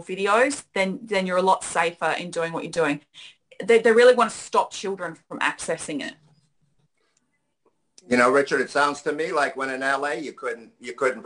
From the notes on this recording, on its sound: We had an INTERNATIONAL guest. Hails from Australia and it was so pleasant to hear her voice on our Zoom Show!